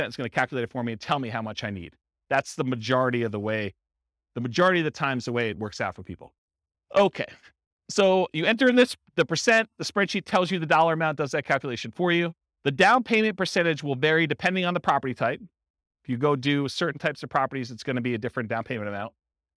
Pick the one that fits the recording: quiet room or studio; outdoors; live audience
live audience